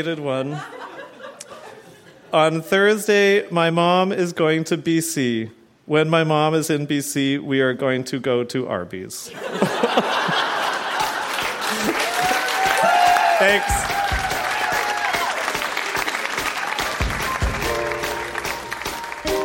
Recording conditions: live audience